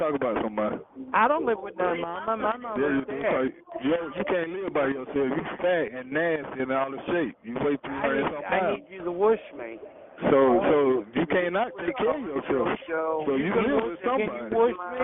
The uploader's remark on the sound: Conference Call